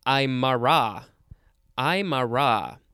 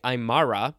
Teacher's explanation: the emphasis is on the last syllable · Shown in: first take